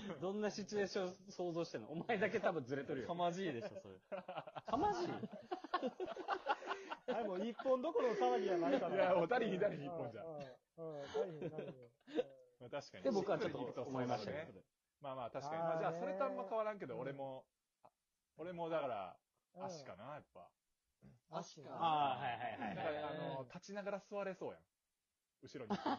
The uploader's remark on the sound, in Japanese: Radiotalkで録音した初期音源のため前フリやBGMもなくボリュームも小さめですがお許し下さい